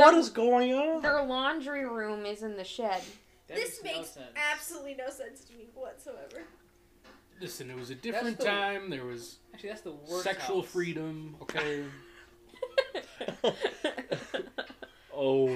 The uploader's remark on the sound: It's like you’re watching a movie with your friends! We tried to block out the movie as best we could but, any and all background sounds or music from the movie belong to the creators.